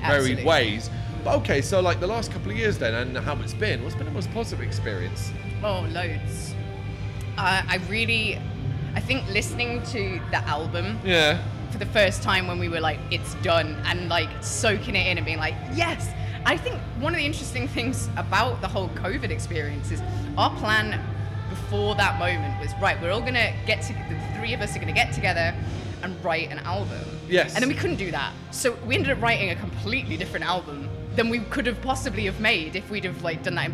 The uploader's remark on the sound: Live From AoniaFest V. Live at the festival.